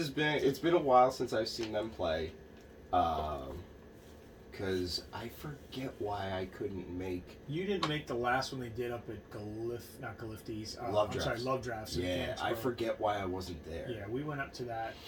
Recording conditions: poor sound quality